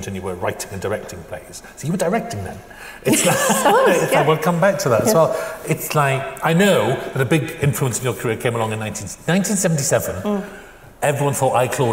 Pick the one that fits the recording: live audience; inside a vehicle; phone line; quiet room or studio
live audience